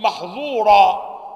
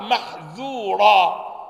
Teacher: إنسان يأتي فيرقق الظاء من محظورة أصبحت محذورة